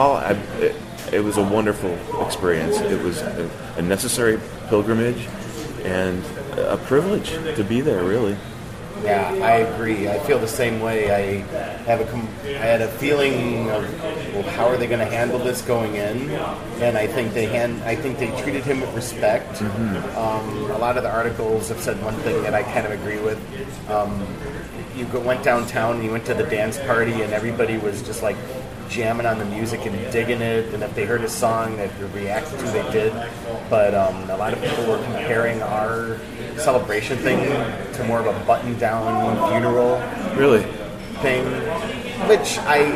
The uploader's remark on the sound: LIVE from … CELEBRATION 2017 in Minneapolis and Chanhassen, Minnesota